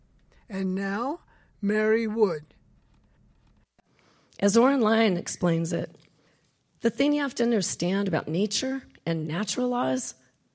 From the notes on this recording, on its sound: Recorded at the University of Oregon.